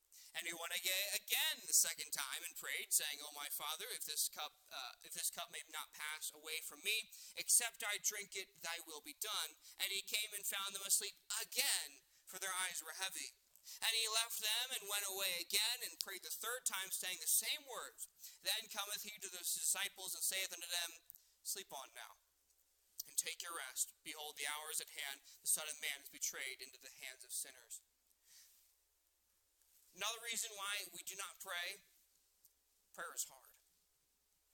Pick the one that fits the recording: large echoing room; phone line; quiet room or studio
large echoing room